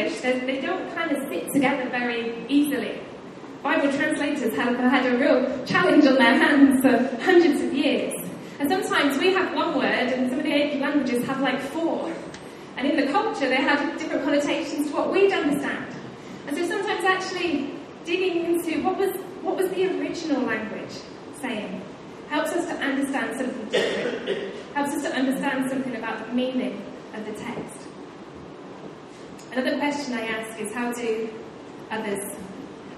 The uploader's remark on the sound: Recorded live at Life Church Lancashire on Sunday 28th January 2018.